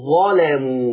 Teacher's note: ده حفص بيقولوا ظلموا، يرقق اللام، لا ورش عنده مختلف شوية.